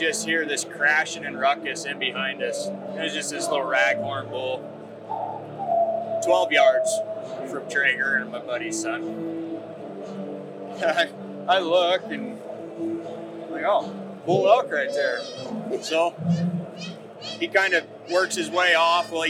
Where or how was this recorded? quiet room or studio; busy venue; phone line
busy venue